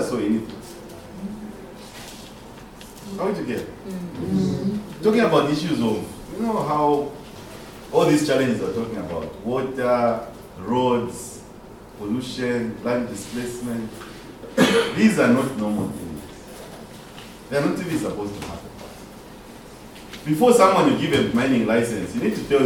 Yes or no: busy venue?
yes